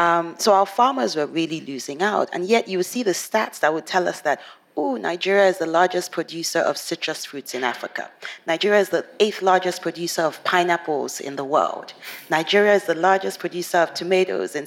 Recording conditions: busy venue